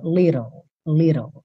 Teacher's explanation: esses dois T's soando como rarara